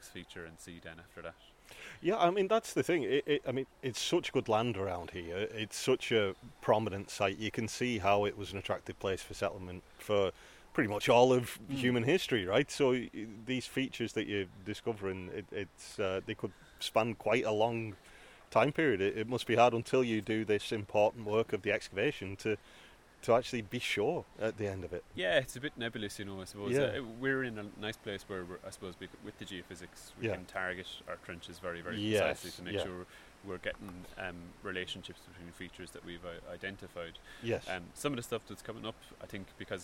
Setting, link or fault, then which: setting, outdoors